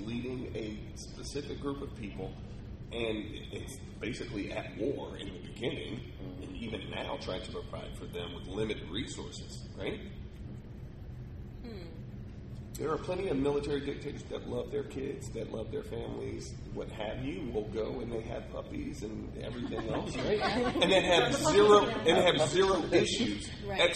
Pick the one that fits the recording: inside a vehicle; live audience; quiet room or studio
live audience